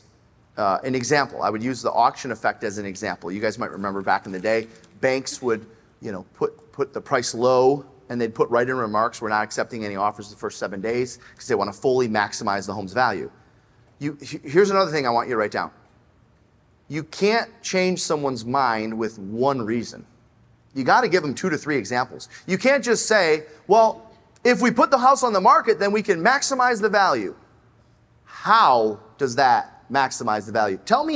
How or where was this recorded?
live audience